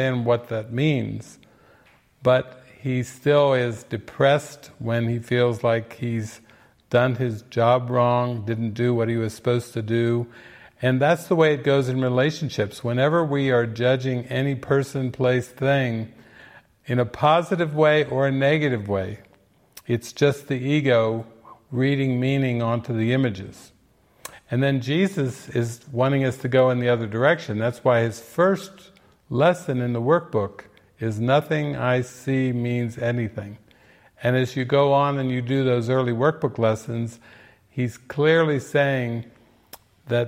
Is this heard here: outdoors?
no